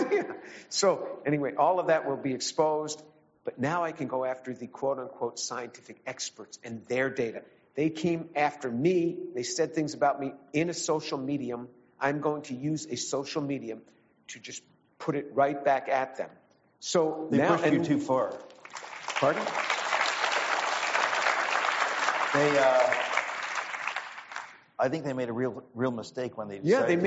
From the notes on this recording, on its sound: This event took place at the River Oaks Country Club in Houston, Texas.